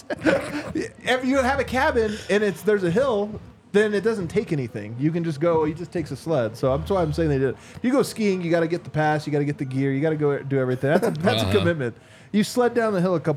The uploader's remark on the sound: LIVE from the DNVR bar